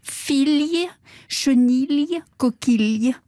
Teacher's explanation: jusqu'au 19e siècle, on prononçait un L dit mouillé, aujourd'hui disparu en français